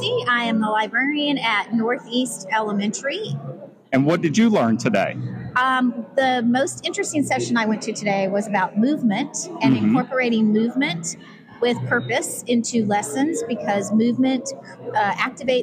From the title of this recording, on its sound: On Location at NCBOLD